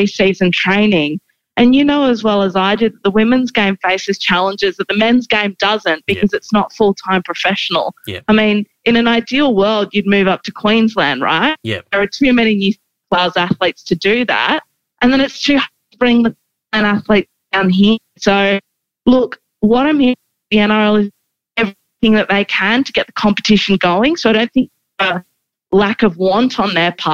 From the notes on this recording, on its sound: Listener call in episode featuring rugby league family from around the world.